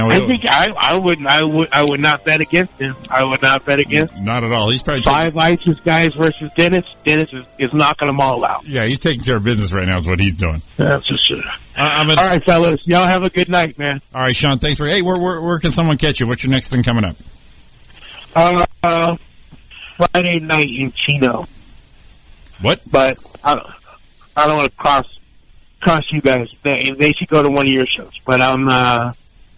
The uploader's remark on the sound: join in on the phone for more hilarious chatter.